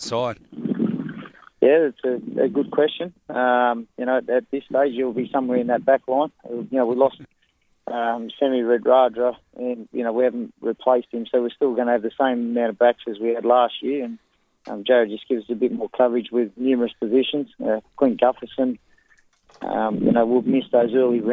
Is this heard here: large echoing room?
no